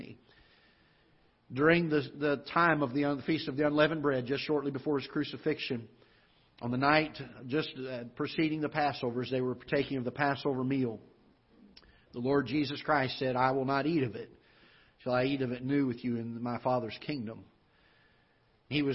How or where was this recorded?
large echoing room